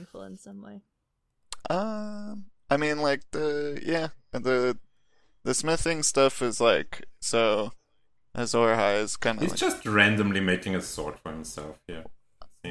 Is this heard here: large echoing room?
no